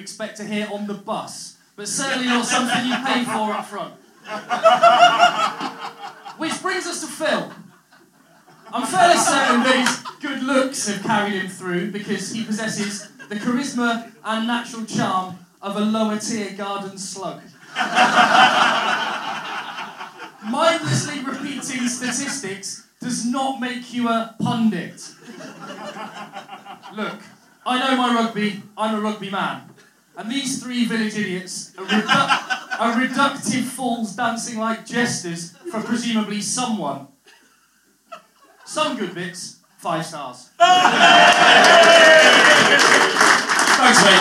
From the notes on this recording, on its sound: ROMANIA LIVE POD. Joined by over a hundred fellow eggchasers in Bucharest for our first live podcast. A well lubricated live audience that brought more than a few surprises of their own!